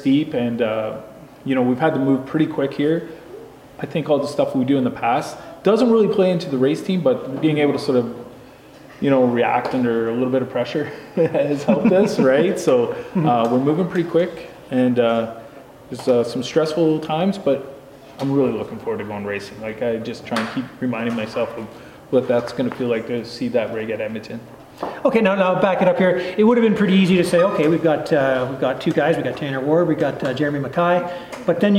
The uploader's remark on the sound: At the end of their photo day at Walton Raceway as we get set to race the 2023 Canadian Triple Crown Series MX Nationals.